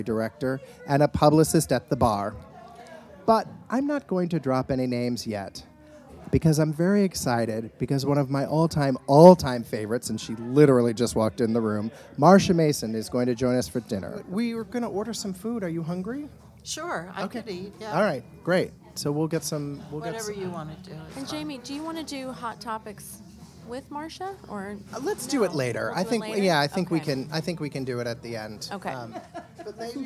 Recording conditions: busy venue